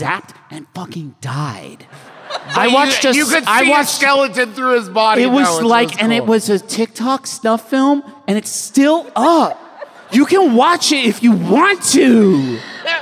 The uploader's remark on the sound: Live from the road in beautiful Beantown, it’s the Fancy Takes Flight Boston Show